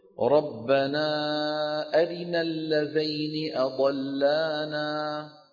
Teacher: عند كسرة الراء يسرع ويخفض صوته هكذا، أرنا أرنا يسرع ويختلسها.